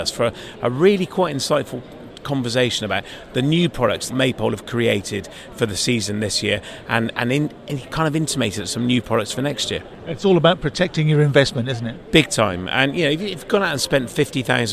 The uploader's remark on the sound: The Motorhome and Caravan Show 2022. We were then joined on our own stand by audio-visual market leader AVTEX. Don't forget to come and meet the team on stand 9.32B - and look out for us walking around the show recording content live!